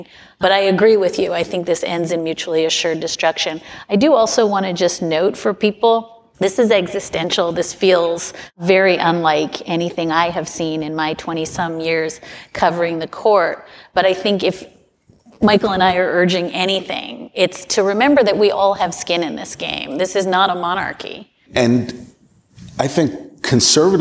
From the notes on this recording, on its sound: We head to Seattle for a live taping of the show at the Cross Cut Festival.